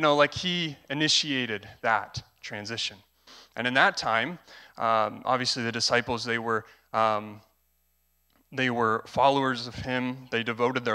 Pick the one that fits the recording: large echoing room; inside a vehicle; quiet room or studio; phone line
large echoing room